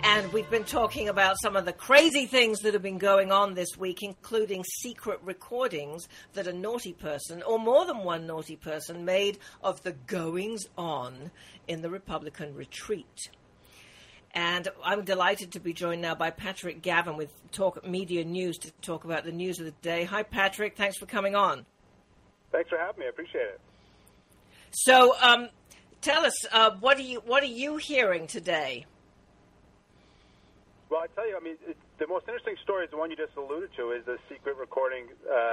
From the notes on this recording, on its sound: open phones hour